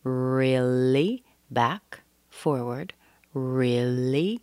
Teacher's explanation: the R, really. The tongue's coming back in the mouth. But when you make the li in really, the tongue's coming forward in the mouth.